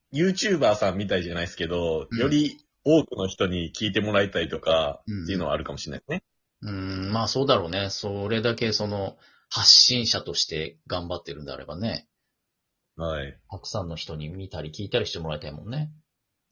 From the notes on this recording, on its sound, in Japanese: リモート収録